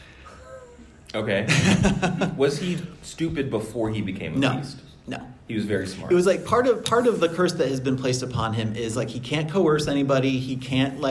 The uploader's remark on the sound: LIVE from the Fall For The Book Festival. Our first episode of the new year is actually from our live show at the Fall For The Book Festival in Fairfax, VA.